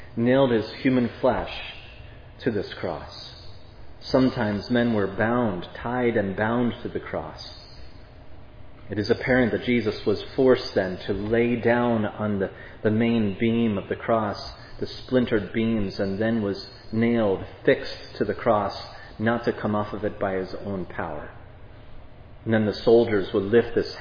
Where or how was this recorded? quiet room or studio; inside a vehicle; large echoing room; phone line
large echoing room